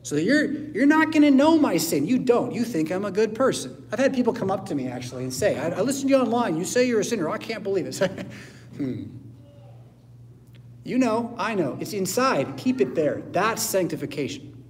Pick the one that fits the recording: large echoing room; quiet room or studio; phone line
large echoing room